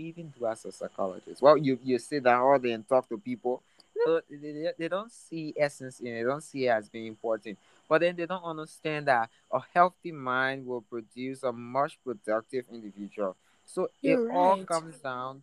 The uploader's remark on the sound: The noises in the background is a living proof that I live in a Liberian home. You can’t avoid the noise!